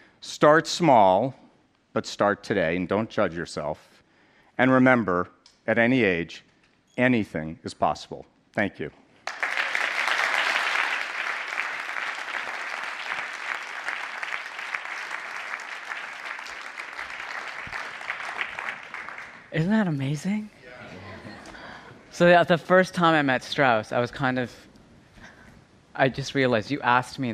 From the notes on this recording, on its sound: on stage at #BoFVOICES